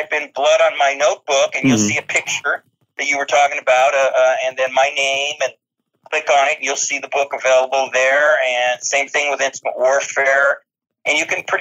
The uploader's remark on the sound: Phone interview for The Weigh-In Podcast.